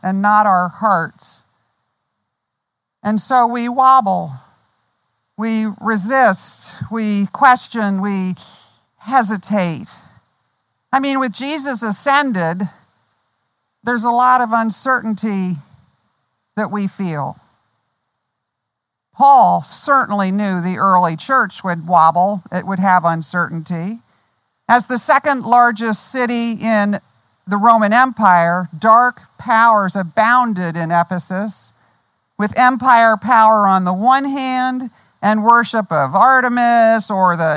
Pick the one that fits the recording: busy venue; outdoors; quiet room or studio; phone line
outdoors